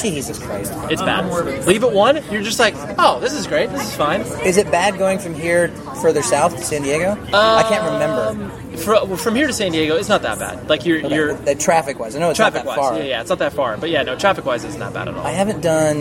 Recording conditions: background noise